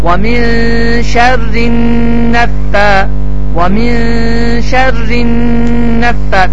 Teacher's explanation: nun hərfini şəddələyəcəksən, burundan çıxardacaqsan və iki hərəkə miqdarında uzadacaqsan. · Term: qunnə